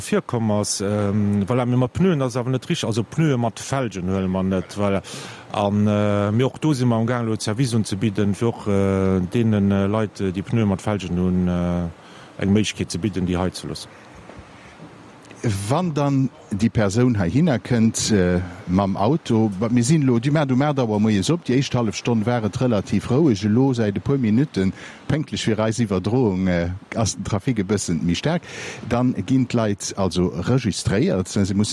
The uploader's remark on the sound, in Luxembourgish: Live aus dem Sivec Schëffleng